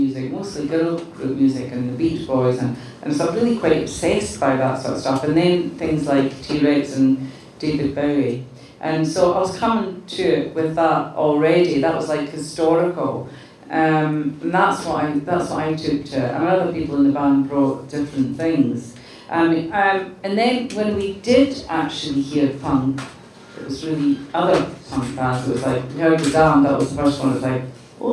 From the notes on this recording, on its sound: TURNED OUT A PUNK LIVE AT 77' FEST. LIVE IN MONTREAL FOR 77' FEST!